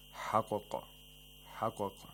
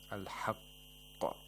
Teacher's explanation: We have to hold the qaf a little and then release it. · Shown in: second take · Term: qalqala